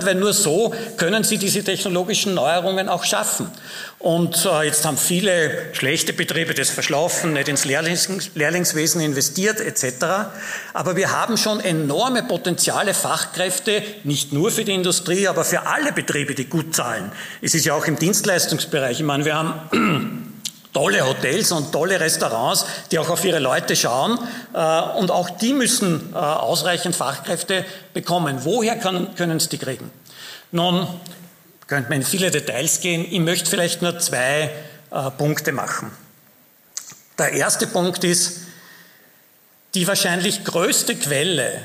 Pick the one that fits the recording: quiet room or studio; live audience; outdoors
live audience